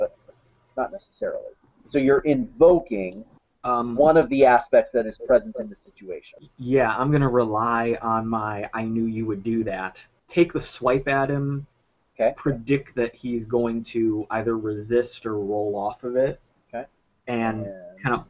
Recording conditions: video call